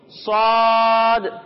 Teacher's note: اسی پھر اس کے بعد جب ہم سواد کی ادائیگی کریں گے تو سواد میں سیٹی کی آواز بھی آئے گی اور اسے ہم موٹا کر کر پڑھیں گے